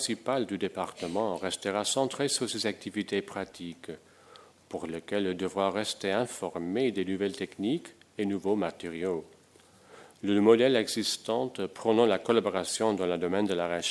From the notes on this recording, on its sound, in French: enregistrée le 24 novembre 2010, dans le cadre du colloque " Conserver, restaurer demain.